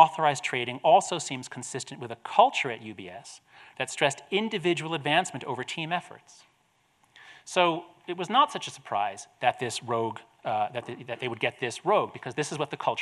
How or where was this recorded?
live audience